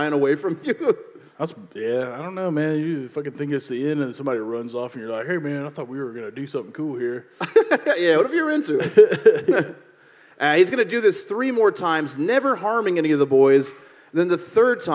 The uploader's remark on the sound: This live episode from deep in the heart of Texas.